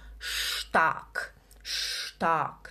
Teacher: É porque o ST no alemão, ele faz sim som de sh